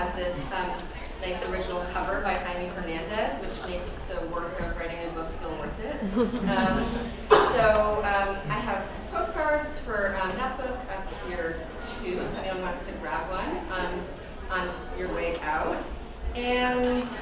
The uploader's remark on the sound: This panel at the 2017 Massachusetts Independent Comics Expo (MICE). Live at MICE 2017.